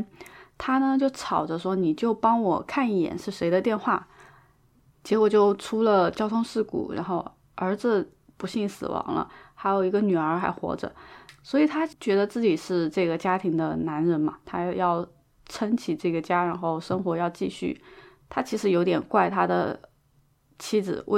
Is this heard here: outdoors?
no